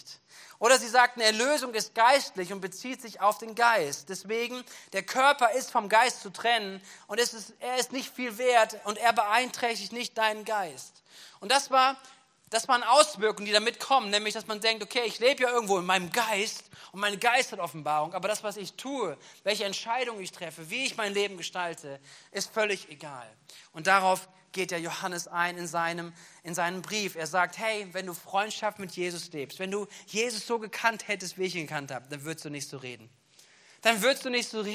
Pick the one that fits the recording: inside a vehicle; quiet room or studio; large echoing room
large echoing room